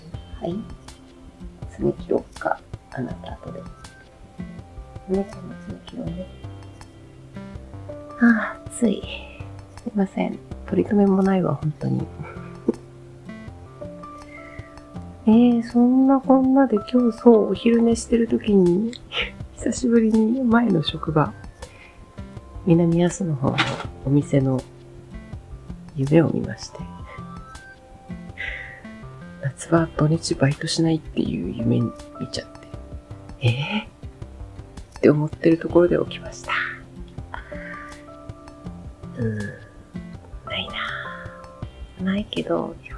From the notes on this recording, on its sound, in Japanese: 今日もにゃーずの妨害アリで雑音多め。